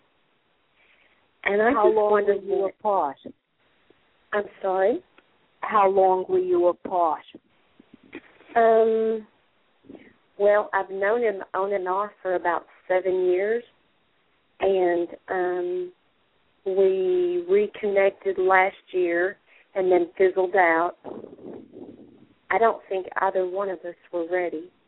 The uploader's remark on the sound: live call-in radio talk show